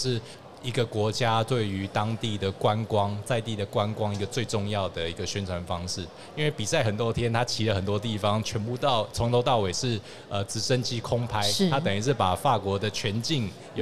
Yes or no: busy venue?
yes